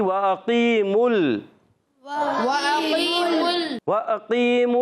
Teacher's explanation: قاف یا زیر قی، یہ یا مدہ ہے، ایک الف کھینچنا ہے، میم پر پیش آنے کی وجہ سے ہونٹ گول ہو جائیں گے، میم کی پیش ڈائریکٹ لام سے ملائیں گے